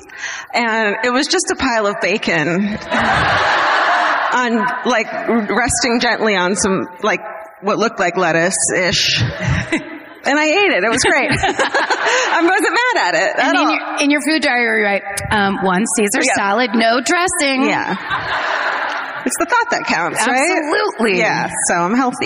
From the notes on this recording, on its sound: Live at the Bord Gáis Energy Theatre in Dublin.